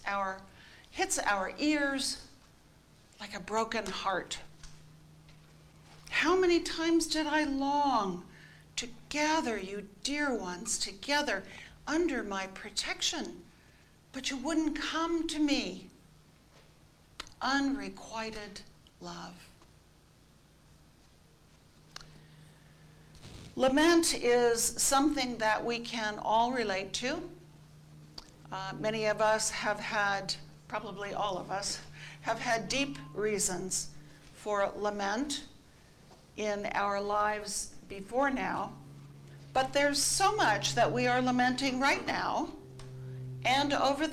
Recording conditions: large echoing room